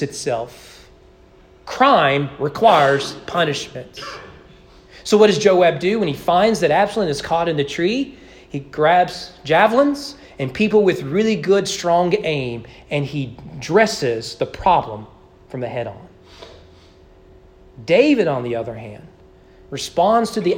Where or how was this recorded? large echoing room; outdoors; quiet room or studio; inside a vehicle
large echoing room